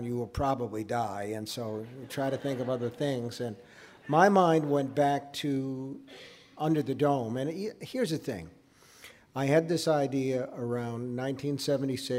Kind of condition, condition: setting, live audience